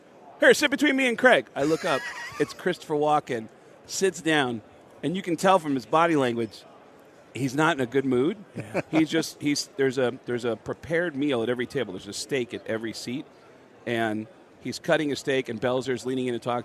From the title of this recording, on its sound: live from Super Bowl Radio Row